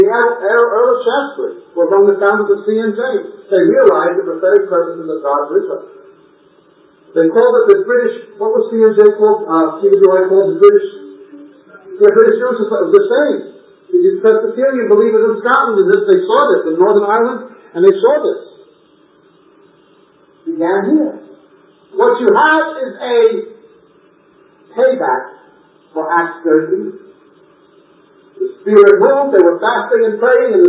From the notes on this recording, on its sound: we apologize for the poor audio quality